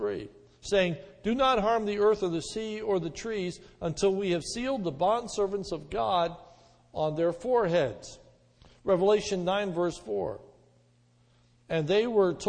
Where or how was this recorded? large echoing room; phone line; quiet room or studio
large echoing room